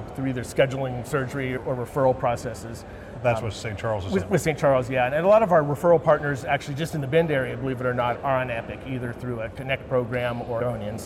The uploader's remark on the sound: Interview in Action live from CHIME’s Fall Forum